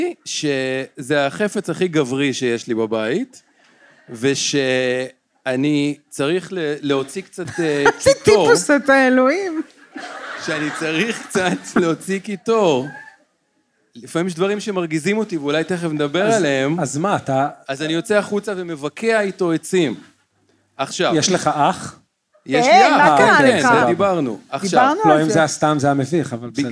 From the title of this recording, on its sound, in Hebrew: לייב בצוותא